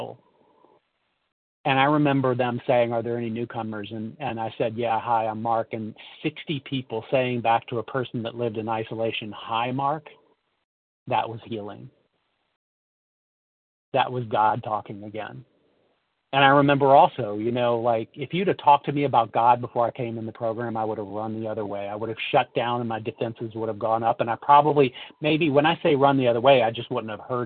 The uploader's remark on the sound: from the 100 Pounders Phone Meeting